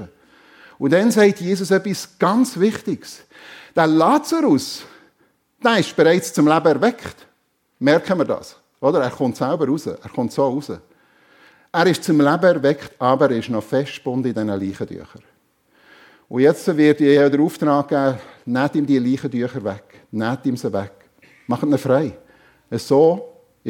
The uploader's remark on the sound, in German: Predigt der FEG Sumiswald an Pfingsten 2023